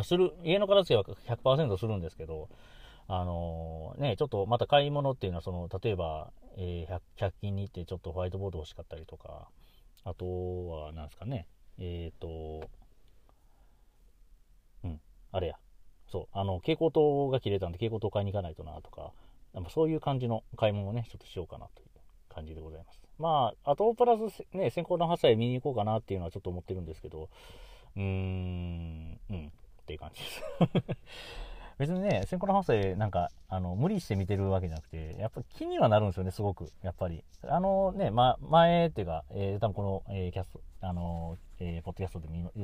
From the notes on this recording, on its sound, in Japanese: とあるお店の駐車場から、、1回録り！